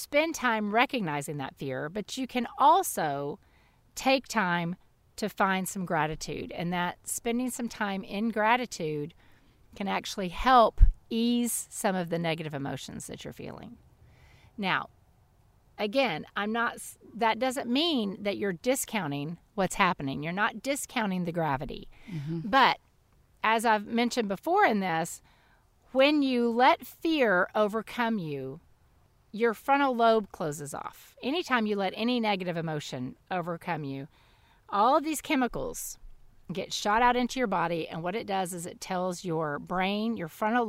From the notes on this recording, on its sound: take their weekly visit outside